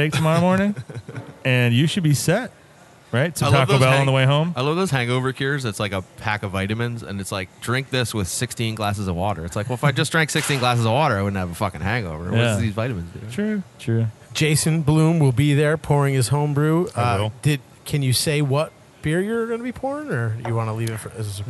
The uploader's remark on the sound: We are on location at Bad Sons Beer Co this week.